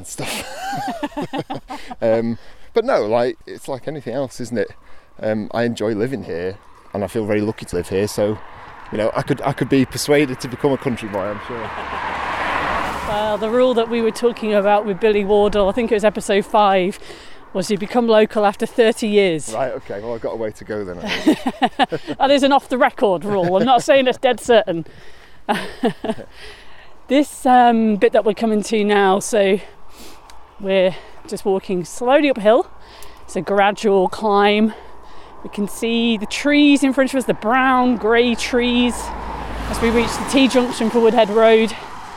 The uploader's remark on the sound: Walking from The Peels Arms in Padfield to Peak Naze.